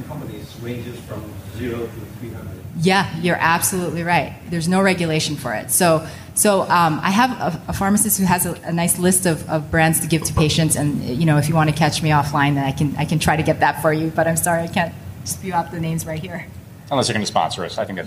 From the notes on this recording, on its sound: LIVE from CHEST 2019. During this live recording at CHEST.